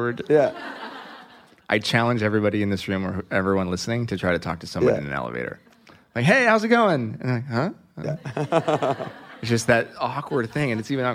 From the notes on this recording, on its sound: LIVE taping. The historic stage at The Hotel Café in front of a live audience.